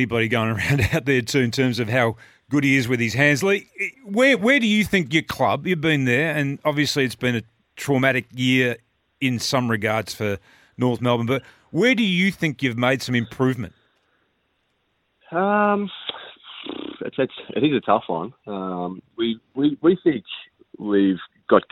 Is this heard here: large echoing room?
no